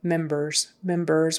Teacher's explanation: Even though you see an R there, ER is more like a vowel sound, therefore the S is a Z. Z. Members in.